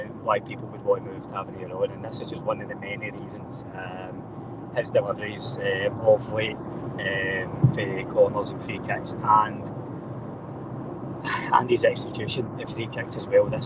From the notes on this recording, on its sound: Give their post match thoughts on a comfortable Rangers win at Easter Road, live from the M8 as they cover two games in one day!